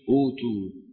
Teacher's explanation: الألف لونها زرقاء بدل من الهمزة الثانية. أوتوا تبدل الهمزة الثانية واوا